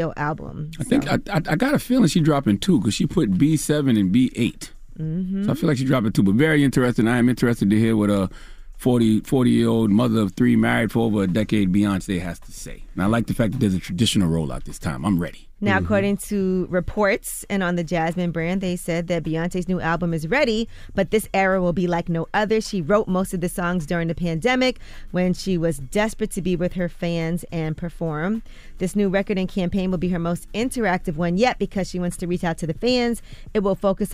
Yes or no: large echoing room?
no